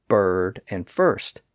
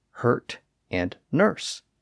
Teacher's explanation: The R in those words has completely altered the vowel sounds over time.